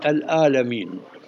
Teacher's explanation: العاجم ما يستطيعون أن يقرأوا الحمد لله رب العالمين، وإنما يقولون العالمين، يقلبون العين إلى ألف، حرف عين ما عندهم